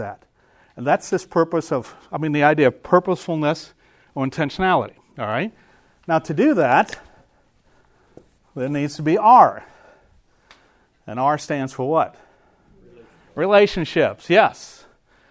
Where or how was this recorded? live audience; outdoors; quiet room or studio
live audience